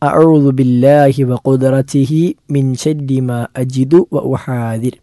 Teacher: അഊദു ബില്ലാഹി വഖുദ്റതിഹി, അവിടെ ഖാഫാണ്, ഖാഫ് അണ്ണാക്കിൽ നിന്നും പുറപ്പെടുന്ന അക്ഷരമാണ്. ഖുദ്റതിഹി മിൻ ശദ്ദി മാ അജിദു വഉഹാദിറു എന്നിടത്ത് ഹാഉം ദാലും ശ്രദ്ധിക്കേണ്ടതായ അക്ഷരങ്ങളാണ്.